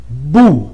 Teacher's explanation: ولما نطقت بو نطقت الباء الساكنة في لحظة ب، ونطقت الضم القصير بو